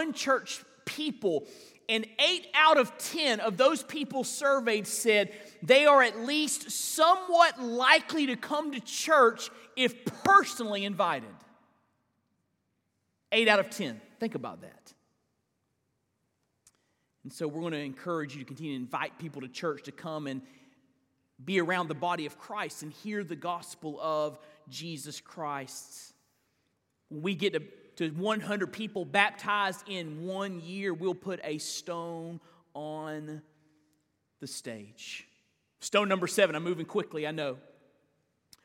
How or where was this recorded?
large echoing room